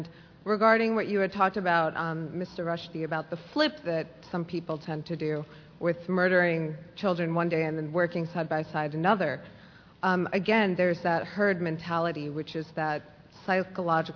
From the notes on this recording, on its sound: World Voices caps a rich day of programming at LIVE from the New York Public Library.